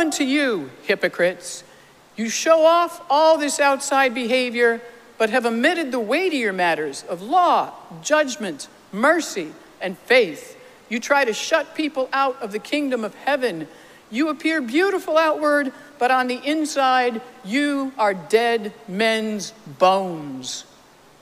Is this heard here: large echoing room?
yes